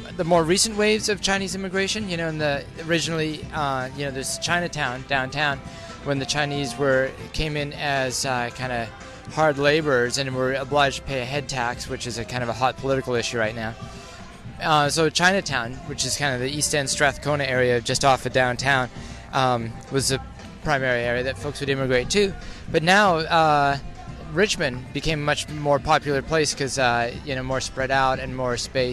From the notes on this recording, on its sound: While strolling around Victoria Park near Commercial Drive during Car Free Fest Day